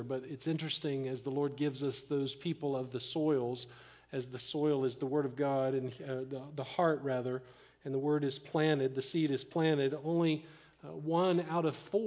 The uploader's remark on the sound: Live Sermon Stream.